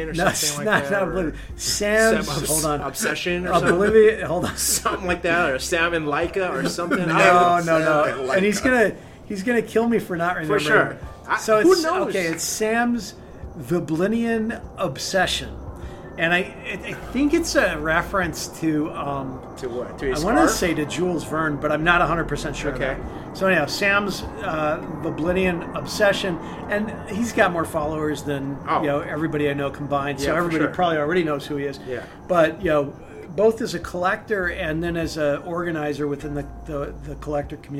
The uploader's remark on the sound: On the third installment of the poolside podcast, we sat down. Outside of his Orange County home. Amidst the candlelit ambience.